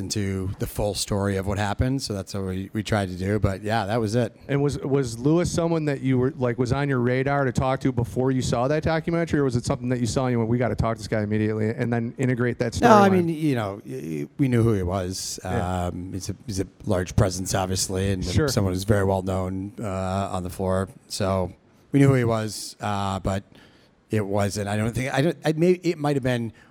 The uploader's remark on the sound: got together at the Texas Taco Bar in Chicago to have a live panel discussion and Q&A.